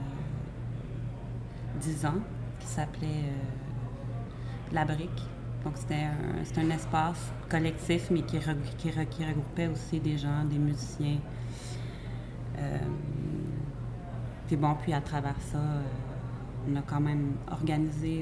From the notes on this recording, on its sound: The press conference and interview were recorded on July 22nd 2020 at Casa Del Popolo.